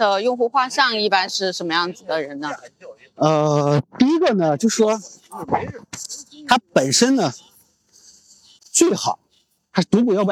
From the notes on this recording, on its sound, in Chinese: 这期的声音是在清晨的北京公园录制的